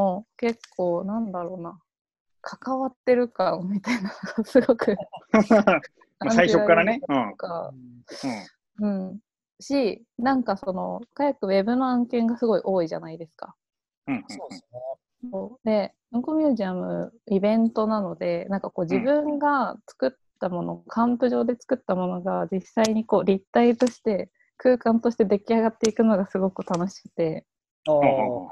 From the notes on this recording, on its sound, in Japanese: オンラインで録音しているので、音がちょっと途切れることがあるかもしれませんが、ご容赦ください。